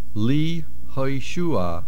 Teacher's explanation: the main accent is on the shu.